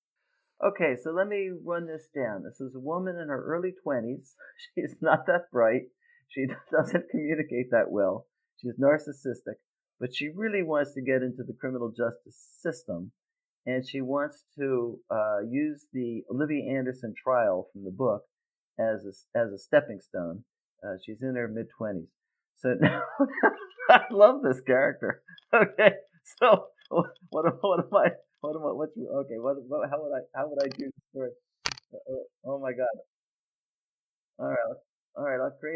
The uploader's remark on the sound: The audio file became distorted and was somehow saved during this episode's editing phase.